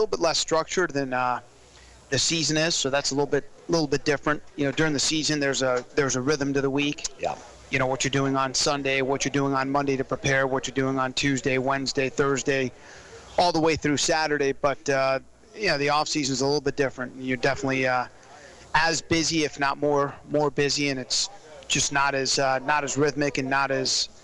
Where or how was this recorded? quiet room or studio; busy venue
busy venue